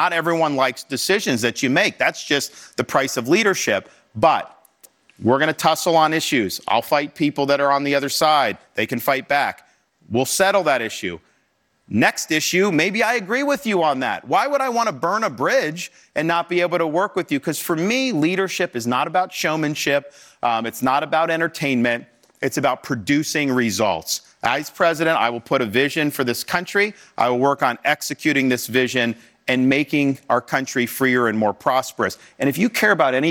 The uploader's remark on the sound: takes questions from audience members at a CNN town hall